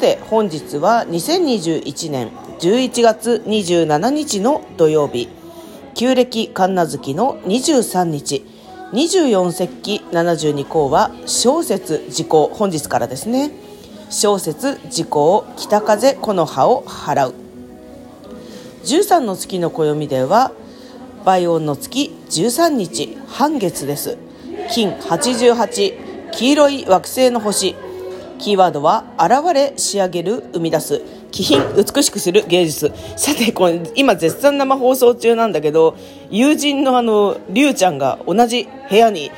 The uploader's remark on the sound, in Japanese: 那覇市の商店街で声のオラクルを収録してみました